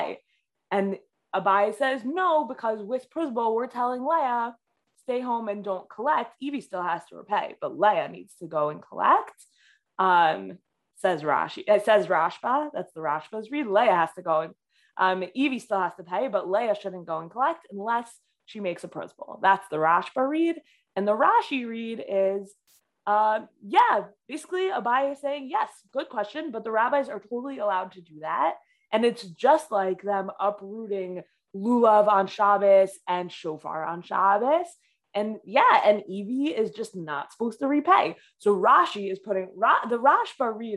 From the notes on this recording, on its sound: This audio was originally captured from Zoom. As part of Drisha's Fall Zman.